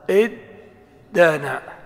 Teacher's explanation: طيب، هات افتعل من دانا يدين، دانا يدين، كان القياس أن يقال ها إد تانا، إد تانا، ثم نقلب التاء إلى دال فتكون دال مفتوحة وقبلها دال ساكنة فيدغمان في بعضهما